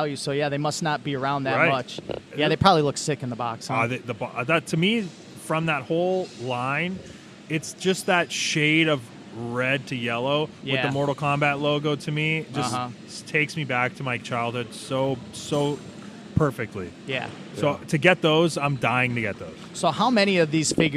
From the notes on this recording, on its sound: live from Really Cool Comic Con in Flint, MI!